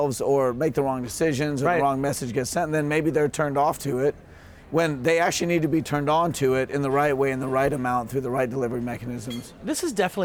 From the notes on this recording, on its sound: Live from New West Summit.